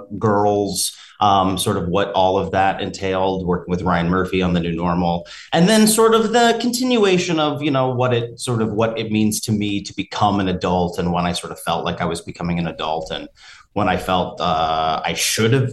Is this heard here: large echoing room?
no